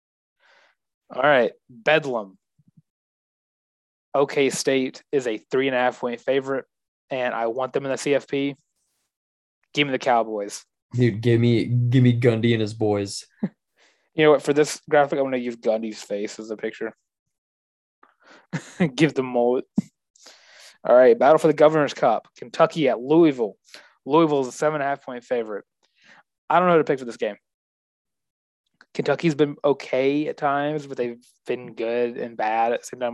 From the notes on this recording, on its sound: the Zoom edition of The Benchwarmer's Podcast